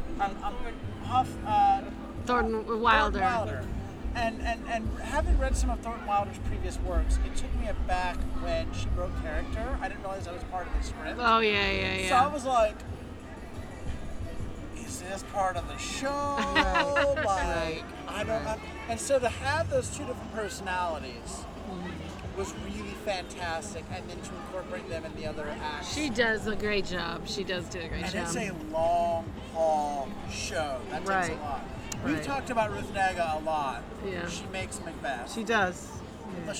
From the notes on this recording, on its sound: LIVE from the streets of Brooklyn